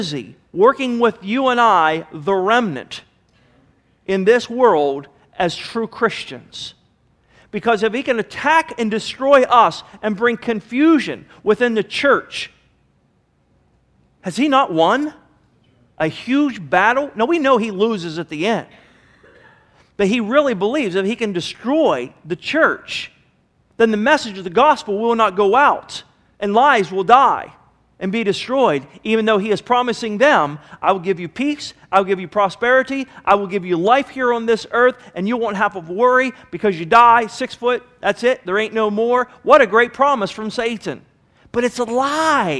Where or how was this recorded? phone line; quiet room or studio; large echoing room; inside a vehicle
large echoing room